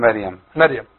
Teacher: ولكن البعض سبحان الله عند القراءه تجده يرقق الراء يعني يقول مريم.